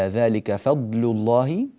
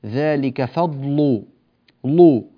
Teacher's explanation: هذه الضاد حرف الضاد مفخمة، وعندنا اللام حرف من الحروف المرققة · Shown in: first take · Term: ترقيق اللام